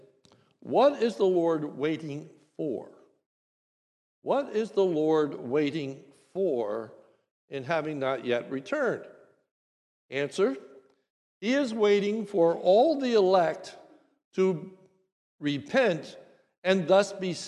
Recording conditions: large echoing room